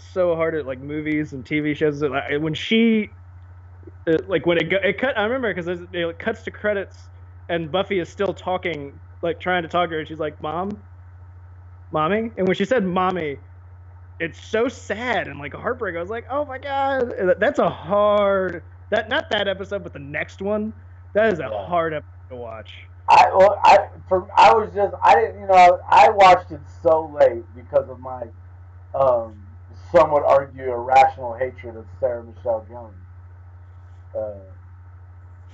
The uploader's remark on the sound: I want to apologies for both the audio quality and the fact that it’s not heavily edited as I’ve got to get ready to head out of town for the weekend.